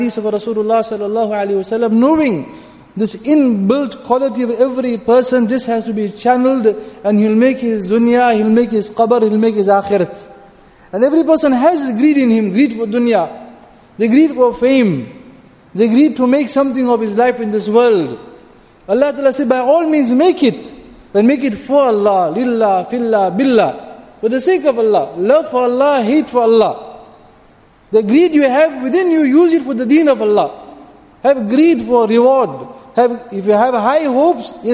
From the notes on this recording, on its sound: Jumuah Lecture at Masjid Al Hilal